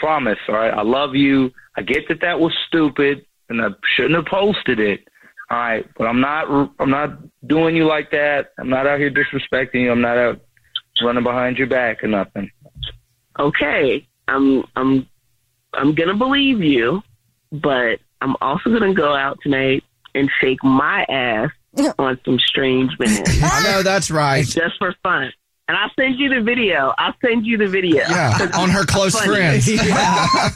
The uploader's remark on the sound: Is on the phone to prank her brother. Is on the phone for a War of the Roses to catch a cheater.